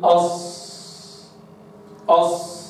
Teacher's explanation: الصاد من طرف اللسان بمحاذاة الأسنان